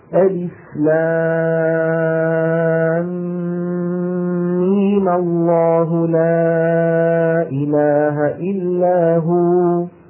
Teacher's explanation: نحن مدينا كان في سكون، الآن ما في سكون، صار في فتحة، فهذا المد ما عاد مد لازم، صار رجع من مد لازم، صار مد طبيعي، نزل من ست حركات إلى حركتين، فيمدونه بمقدار حركتين على أنه مد طبيعي لأن هذه اتحركت وصارت ميمة.